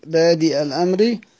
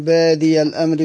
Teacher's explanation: فقرأه أبو عمرو بالهمزة بعد الدال · Shown in: first take · بادئ الأمر، وافقه لزيد المحسن، وقرأ الباقون بادي الأمر بالياء.